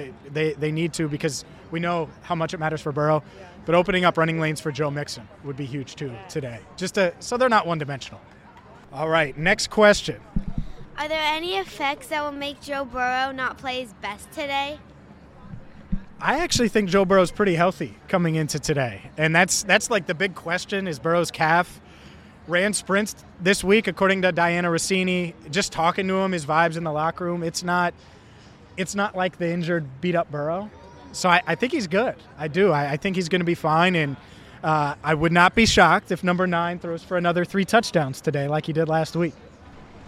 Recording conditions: busy venue